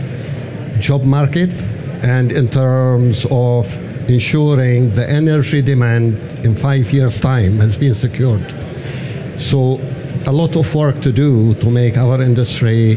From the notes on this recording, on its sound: This episode is brought to you from our live podcast studio at ADIPEC 2022, where we are hosting live podcasts from the heart of the conference exhibition.